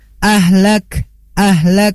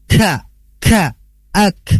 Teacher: Tertahan suara, tapi dia itu hames dalam sifatul hurufnya. Kenapa? Ada nafas yang keluar, ada nafas yang mengalir.